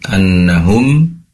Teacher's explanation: Kemudian na'lamu annahum, anna di sini ada nun bertasydid, tentunya gunnah, dibaca mendengung ya, annahum, kemudian ada mim sukun bertemu dengan ya, idhar syafawi, annahum, ya, mim sukunnya diperjelas, yaitu mim berasal dari kedua bibir yang ditempelkan atau yang dirapatkan